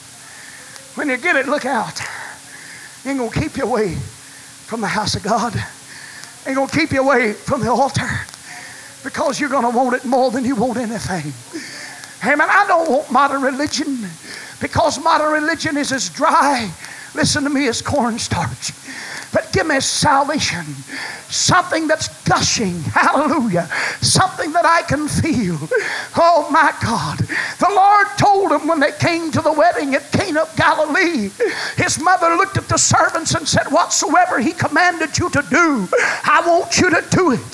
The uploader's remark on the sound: Was preached at First Apostolic Church in North Vernon, IN on January 31, 1993. The Scent Of Water was preached at First Apostolic Church in North Vernon,.